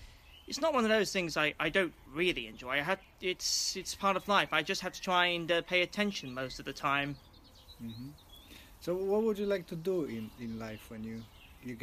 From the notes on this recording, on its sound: we had to record it outside so you have a nice background of birds